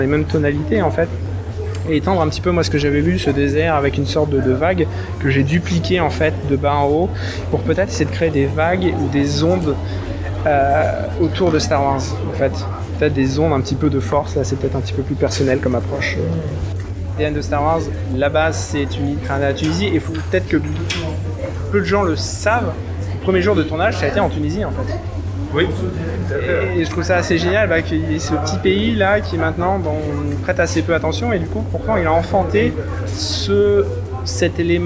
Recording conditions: busy venue